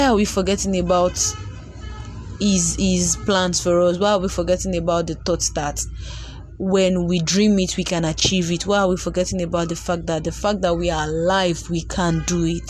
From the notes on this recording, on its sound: ignore the background noise, I am on the road.